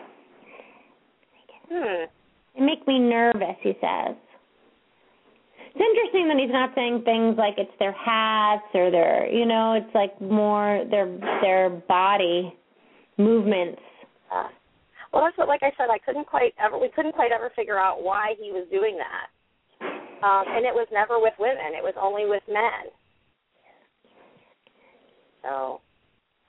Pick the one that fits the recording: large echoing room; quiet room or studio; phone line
phone line